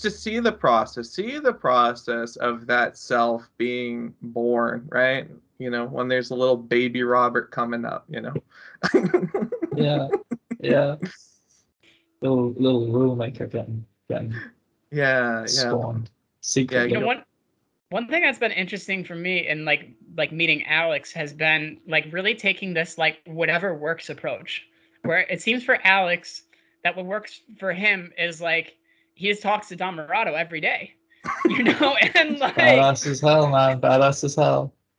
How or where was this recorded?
video call